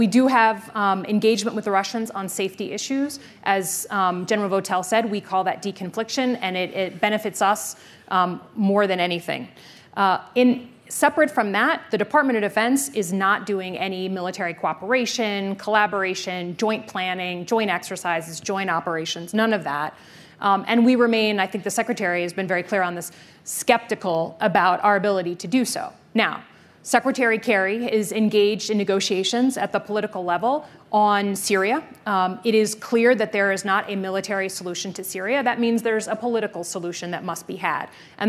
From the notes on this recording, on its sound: Their discussion, which takes place at the Aspen Security Forum